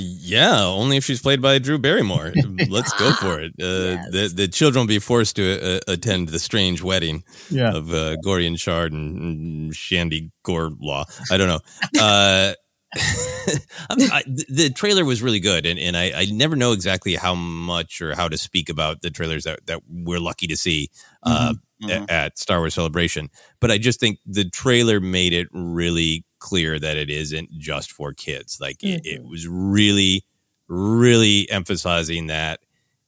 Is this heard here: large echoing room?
no